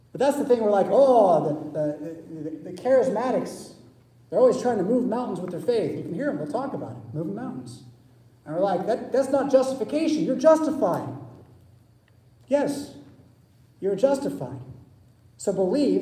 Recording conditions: large echoing room